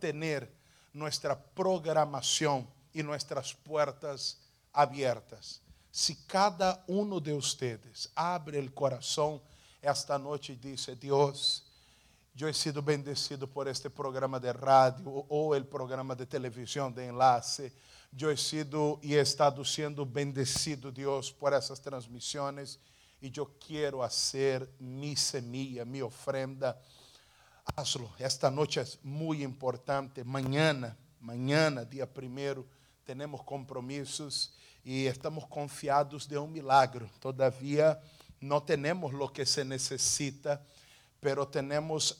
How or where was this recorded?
large echoing room